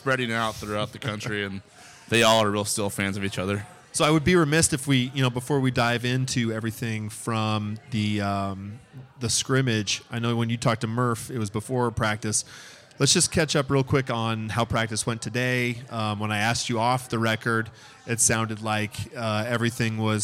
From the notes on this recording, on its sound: LIVE from Scriptown Brewing in Omaha!